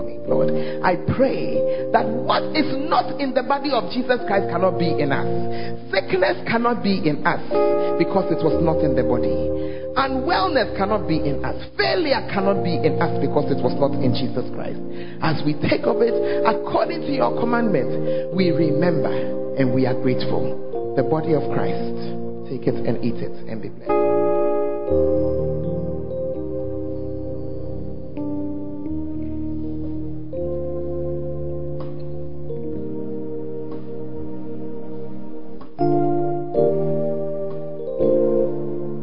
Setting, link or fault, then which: setting, large echoing room